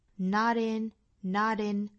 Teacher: 和后面的 in 之间做一个小小的连读，辅加元的连读